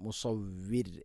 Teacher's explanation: മുസവ്വിർ എന്ന് വഖഫ് ചെയ്ത് മുസവ്വിർ, റാഇനെ തർഖീഖ് ചെയ്യണം